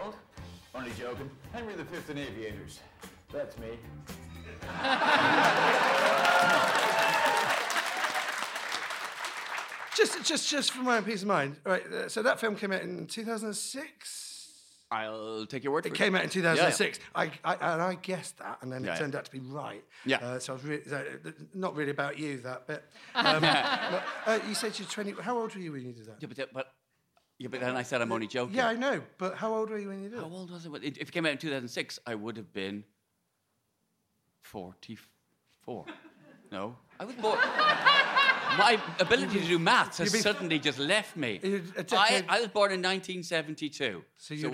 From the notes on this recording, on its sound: Recorded in front of a packed room at the 2022 London Podcast Festival